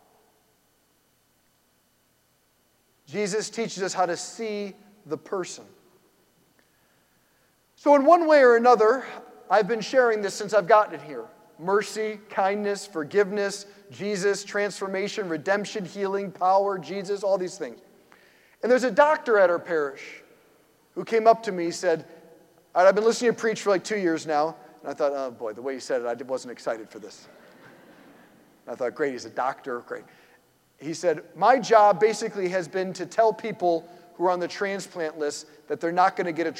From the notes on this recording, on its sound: preached this homily on March 19, 2023 at St Basil the Great Catholic Church in Brecksville, OH.